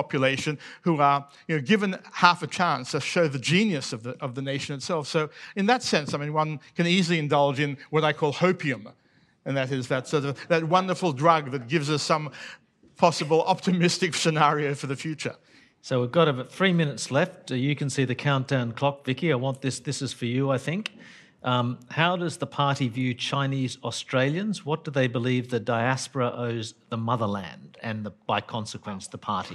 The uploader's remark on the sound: Came together at Antidote 2022. This talk was recorded live at the Sydney Opera House in September 2022.